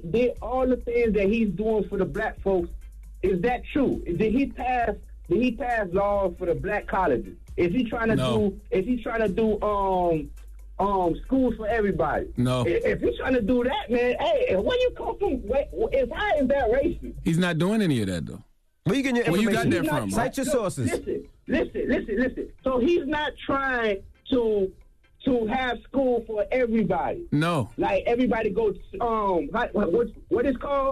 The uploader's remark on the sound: we opened up the phone lines